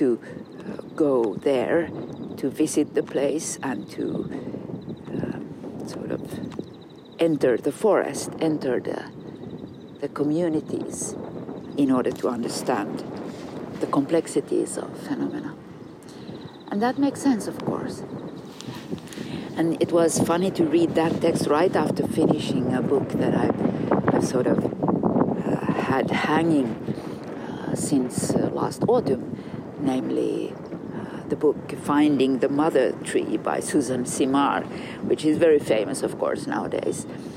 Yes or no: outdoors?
yes